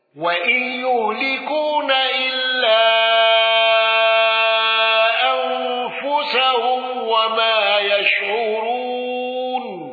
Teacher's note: خلف عن حمزة بالسكت على المد المنفصل